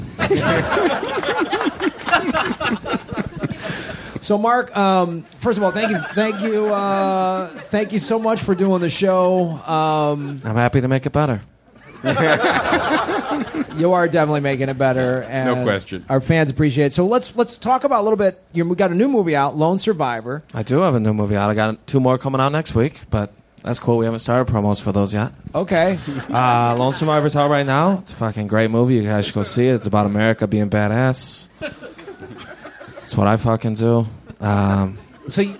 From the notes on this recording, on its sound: LIVE AT SF SKETCHFEST. Live at the Punchline Comedy Club for San Francisco Sketchfest.